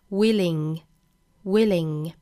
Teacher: 英音发法是 willing，也就是中间这个舌侧音只发一遍